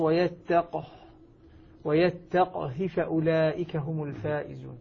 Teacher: سكن القاف وقصر الهاء يعني لم يمدها، وعدم مدها واضح لأنه أصبح يعني قبلها سكون قبلها سكون فأخذها على حسب روايته. · Term: بسكون القاف والقصر